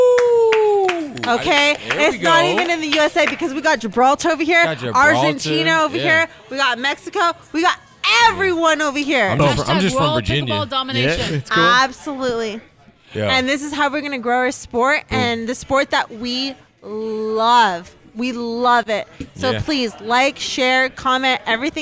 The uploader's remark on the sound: Live from the 2019 Beer City Open Pre-Party at Perrin Brewing. LIVE from the Perrin Pre-party for the 2019 Beer City Open Pickleball Tournament!